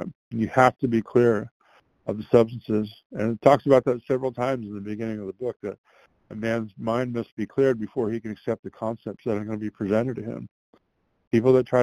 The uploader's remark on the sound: from the 100 Pounders Phone Meeting, 12/8/22